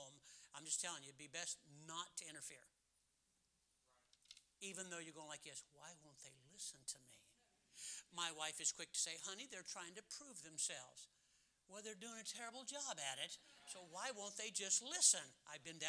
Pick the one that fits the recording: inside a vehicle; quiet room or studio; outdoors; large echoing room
large echoing room